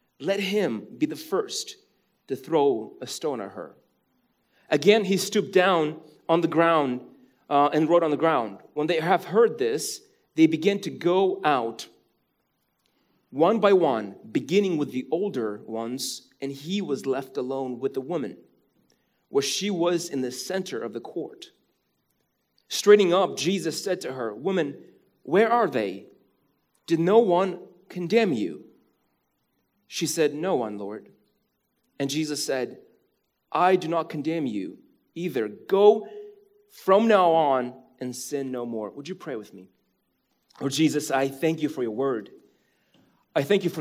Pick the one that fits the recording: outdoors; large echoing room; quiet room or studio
large echoing room